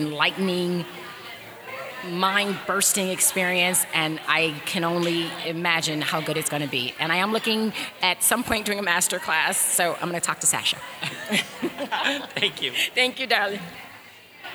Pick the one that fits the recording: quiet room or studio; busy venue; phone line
busy venue